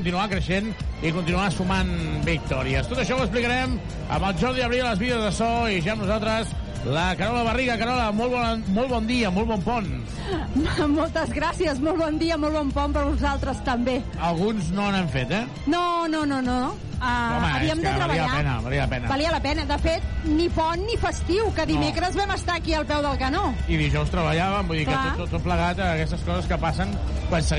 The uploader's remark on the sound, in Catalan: Transmissió en directe del partit.